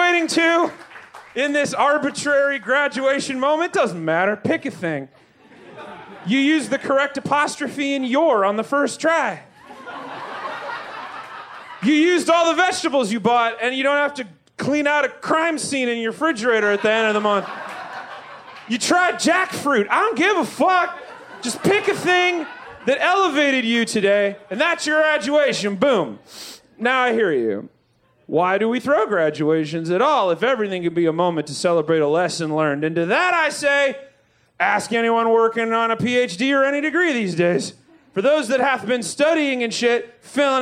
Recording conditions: live audience